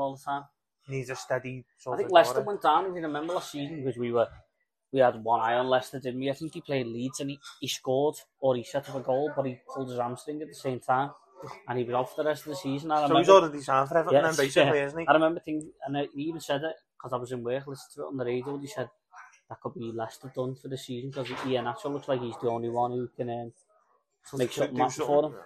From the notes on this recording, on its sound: Do a podcast sat in the Bramley Moore pub.